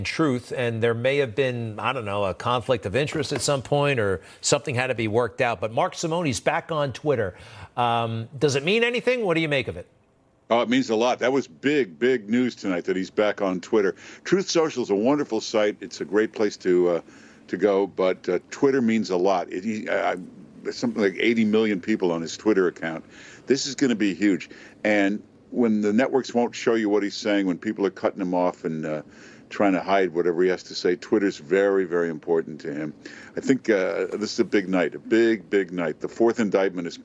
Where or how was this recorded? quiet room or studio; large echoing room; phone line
phone line